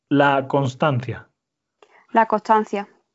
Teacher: la aspiración de las S entre consonantes